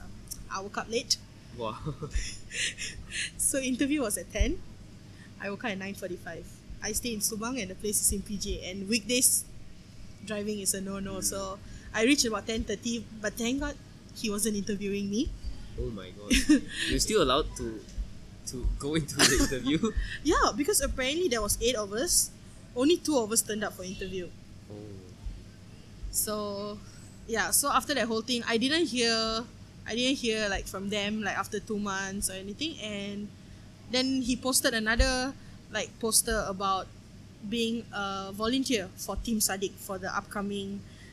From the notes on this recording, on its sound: we went to a cafe and recorded this episode.